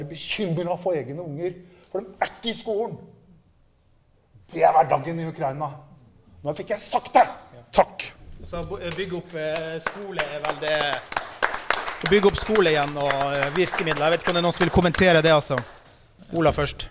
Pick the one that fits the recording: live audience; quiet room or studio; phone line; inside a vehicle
live audience